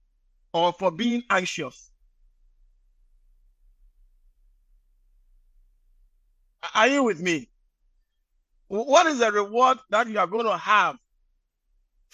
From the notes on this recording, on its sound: Message preached at the Living Waters Cathedral.